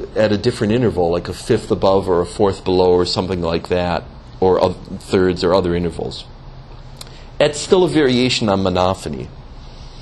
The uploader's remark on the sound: gave a lecture as part of the Beato Fra Angelico Fine Arts Series